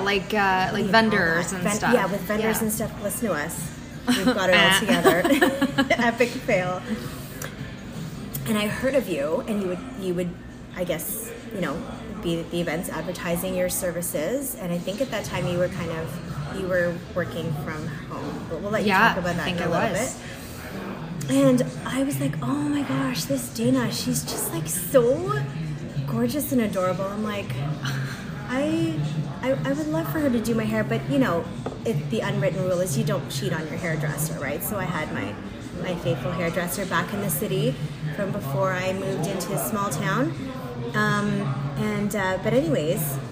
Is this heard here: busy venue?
yes